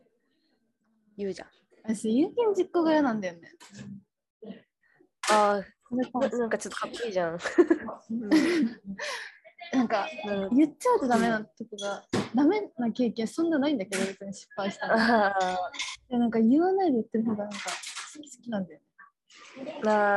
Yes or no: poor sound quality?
yes